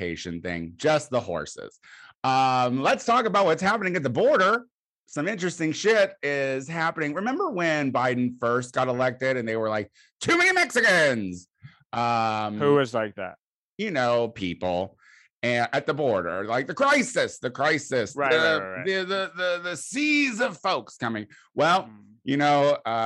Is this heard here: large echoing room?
no